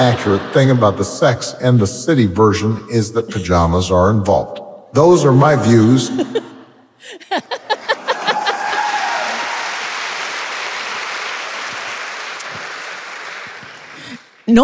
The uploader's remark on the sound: It's the Perth live show, so OF COURSE there's a disaster.